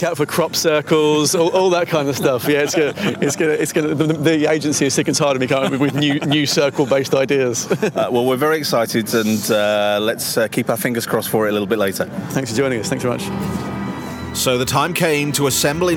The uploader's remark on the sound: Live at the London launch of Cortana.